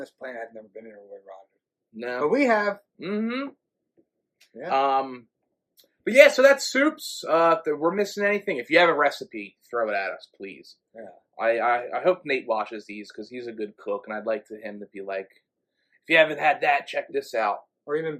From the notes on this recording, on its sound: We apologize that the audio quality on this episode is not up to our usual standard but we had some technical issues.